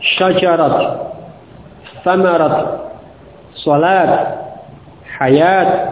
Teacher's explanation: bolehnya waqaf ya pada ta' ta'nits tersebut dengan huruf ta, tetap dengan huruf ta, tidak diubah menjadi ha